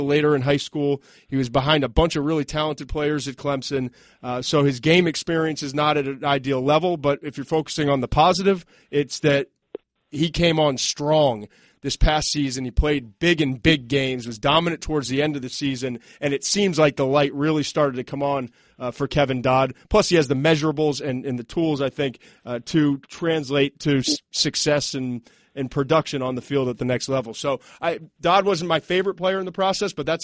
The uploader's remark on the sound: Post-NFL Draft Conference Call.